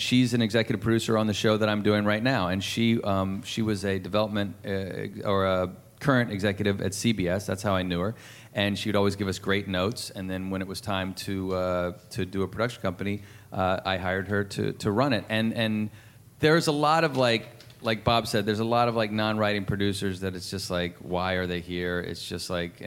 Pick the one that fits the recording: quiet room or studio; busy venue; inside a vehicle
busy venue